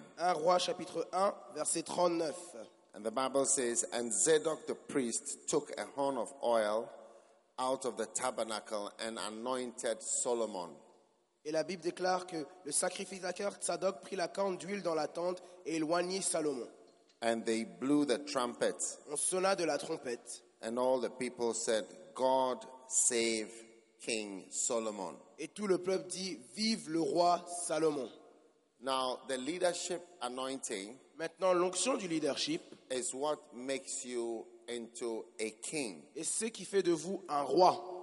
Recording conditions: live audience